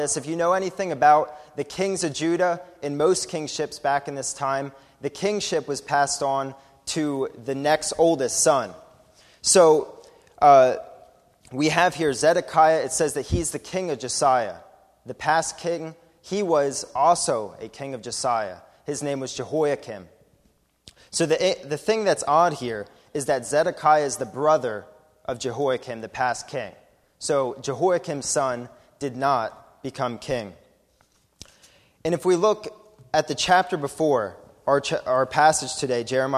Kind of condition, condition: setting, large echoing room